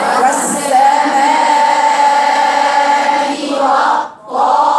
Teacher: لو قرأتيها طاء صحيحة لجبت هنا الإطباق